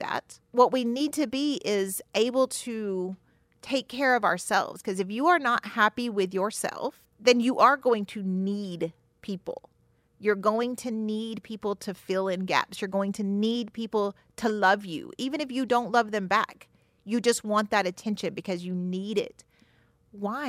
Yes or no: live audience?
no